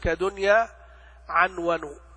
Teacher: النون الساكنة عند الياء في دنيا أو عند الواو في عنون، وإن لم تكن كلمة قرآنية فإنها تظهر